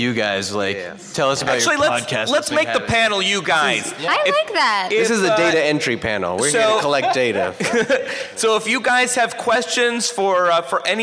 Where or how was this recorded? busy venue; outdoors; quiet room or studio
busy venue